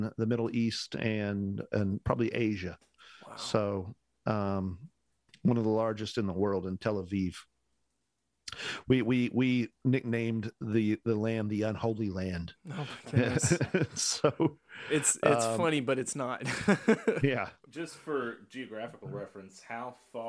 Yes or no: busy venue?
no